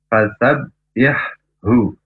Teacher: Huruf ha makhrajnya dari tenggorokan yang tengah. Sedangkan huruf he makhrajnya dari tenggorokan yang paling bawah. Ini berdekatan, maka kita harus berhati-hati.